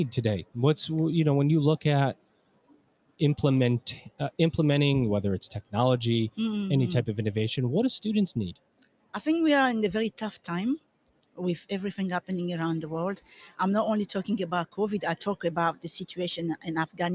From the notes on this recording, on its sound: recorded LIVE & in person from the 2021 World Innovation Summit for Education (WISE)